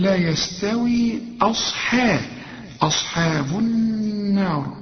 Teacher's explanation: اللام دي شمسية بتضغم في النون